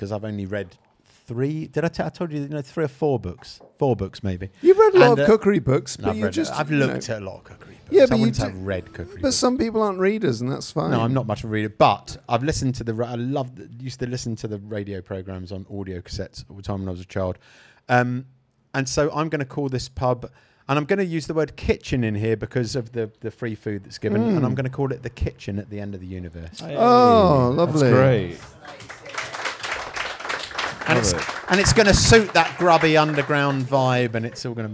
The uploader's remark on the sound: The Moon Under Water is ready to once again present itself live from within The Dagda Bar within the Edinburgh Fringe festival.